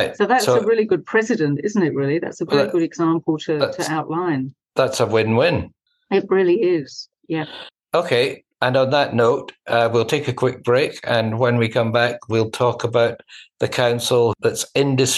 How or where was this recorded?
video call